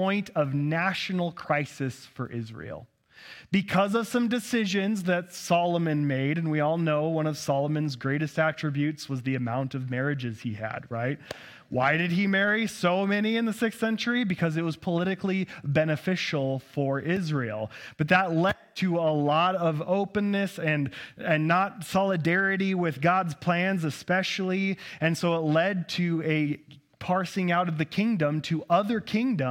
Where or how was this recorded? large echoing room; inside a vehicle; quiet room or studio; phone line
large echoing room